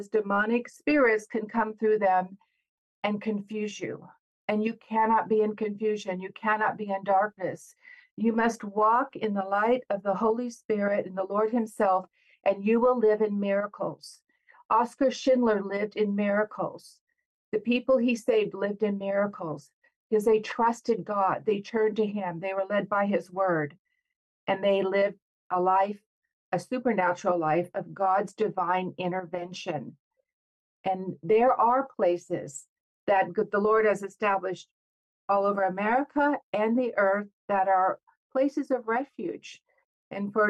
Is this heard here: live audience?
no